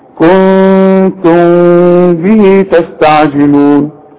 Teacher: المخرج بتاع الميم والبه واحد · Term: الاخفاء